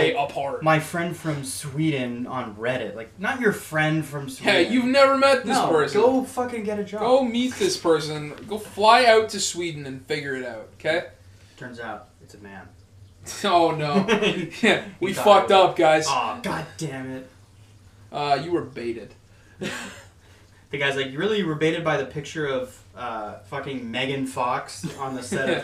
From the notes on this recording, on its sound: sorry for the audio on this one.